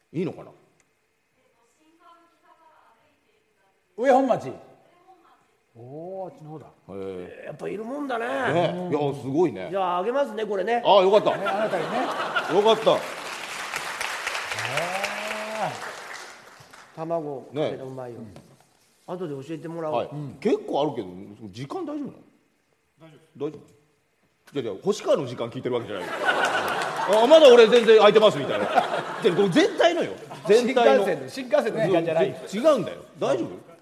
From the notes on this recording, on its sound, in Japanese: 大千秋楽の大阪公演後に公開収録を開催しちゃいました！